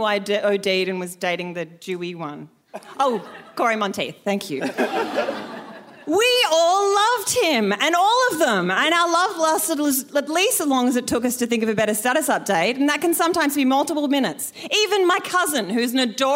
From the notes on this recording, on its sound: A Rational Fear At Sydney Opera House #FODI. In this special 'Festival of Rational Fears' edition.